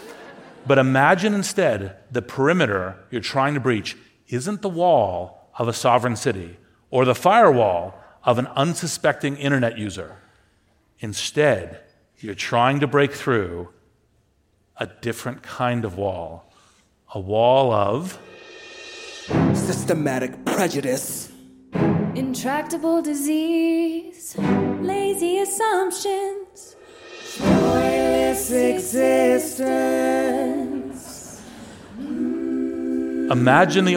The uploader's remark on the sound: Recorded live at Summit LA 2019.